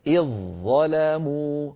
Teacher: ظاء مشددة لا يبقى للذال أثر عند الوصل · Term: إدغام